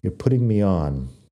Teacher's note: Podría ser igual un pudín, pero en inglés americano por lo menos no pronunciamos muy fuerte la T, especialmente cuando estamos hablando rápido, bueno, y entre dos vocales así.